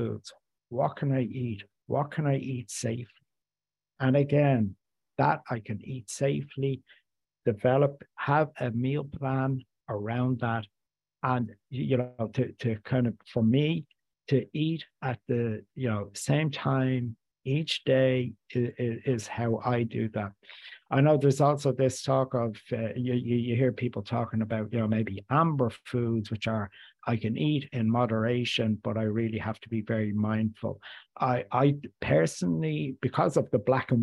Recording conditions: video call